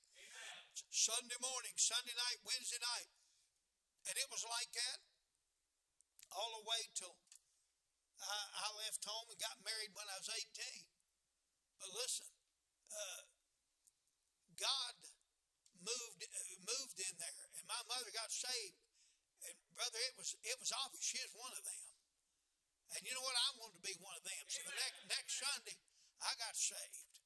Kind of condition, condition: setting, large echoing room